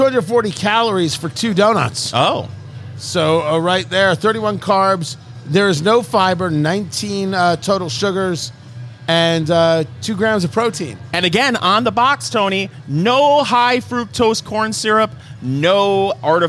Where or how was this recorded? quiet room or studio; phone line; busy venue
busy venue